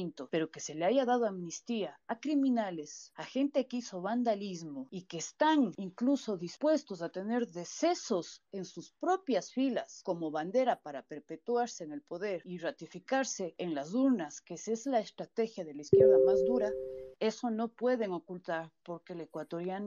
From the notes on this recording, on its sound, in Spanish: Micrófono abierto de opinión libre y voluntaria.